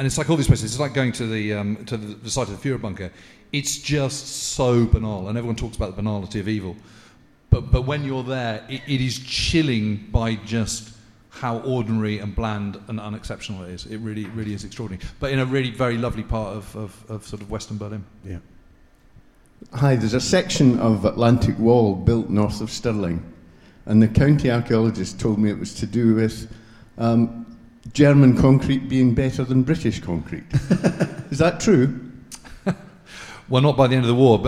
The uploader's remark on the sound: We Have Ways Live from Edinburgh.